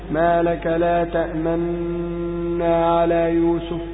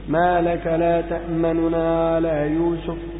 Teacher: الإسراع بالحركة، نطق بثلثي الحركة · Shown in: second take · Term: الروم